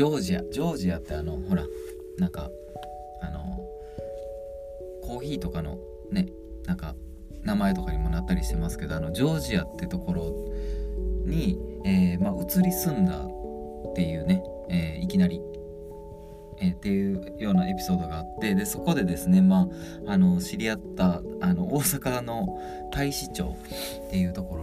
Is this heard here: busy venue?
no